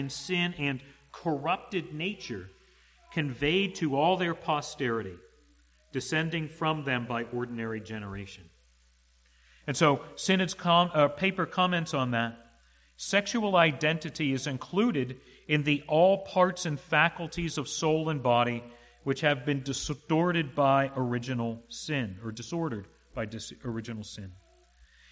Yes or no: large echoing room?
yes